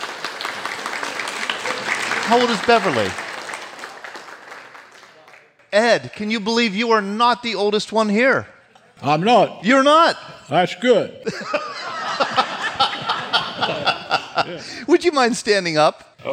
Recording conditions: live audience